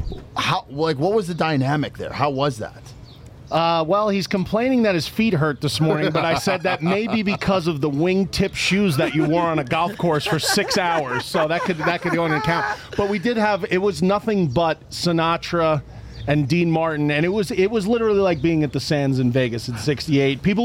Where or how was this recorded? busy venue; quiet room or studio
busy venue